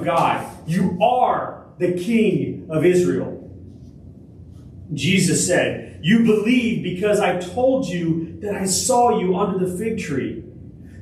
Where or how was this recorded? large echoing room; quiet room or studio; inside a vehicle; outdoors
large echoing room